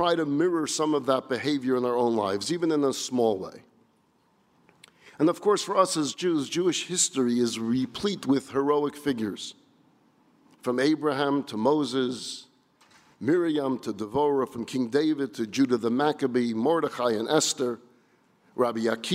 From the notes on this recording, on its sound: This lecture was delivered at the 16th annual National Jewish Retreat.